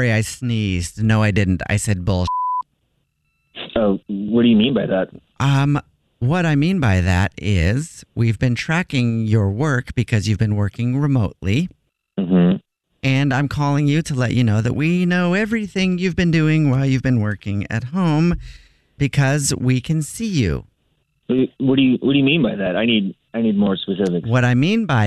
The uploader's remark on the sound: Phone Prank